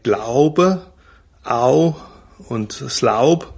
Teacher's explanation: Und da wäre ein Kriterium zum Beispiel das Mittelhochdeutsch OU. In Wörtern wie Glauben oder Auch oder Laub, da haben wir an der Iller den vollen Diphthong